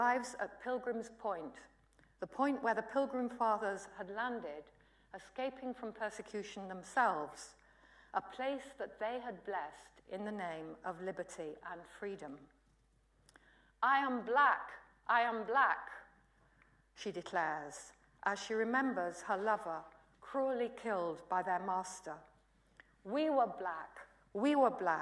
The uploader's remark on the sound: UCL Lunch Hour Lecture